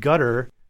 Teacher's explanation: The T in gutter is lenis.